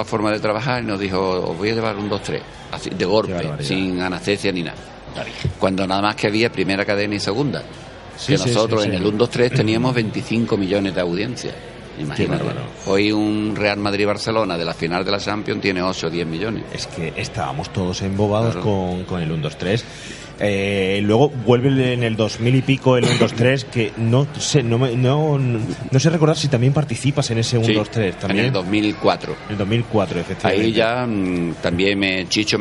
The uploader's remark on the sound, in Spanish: Certamen Audiovisual de Cabra. Grabada en la 24 edición del “Certamen de creación audiovisual de Cabra. Hasta el certamen nos desplazamos parte del equipo.